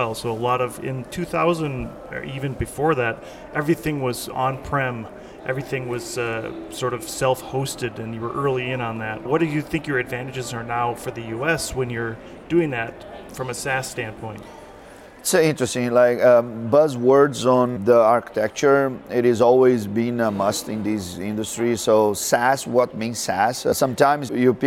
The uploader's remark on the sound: Live from ShopTalk